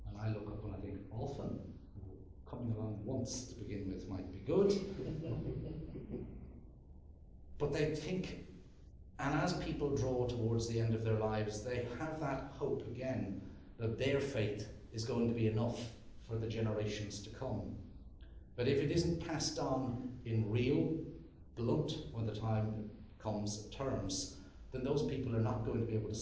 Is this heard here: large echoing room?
yes